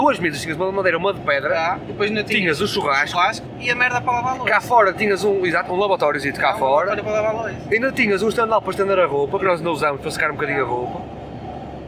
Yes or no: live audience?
no